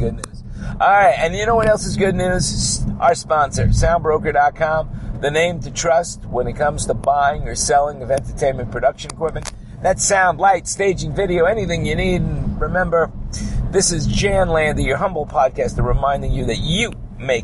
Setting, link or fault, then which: setting, inside a vehicle